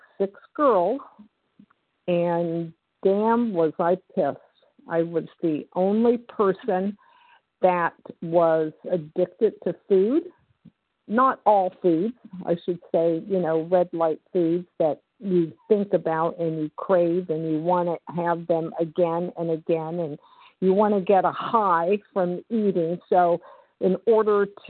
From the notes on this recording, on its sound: 100 Pounders Phone Meeting.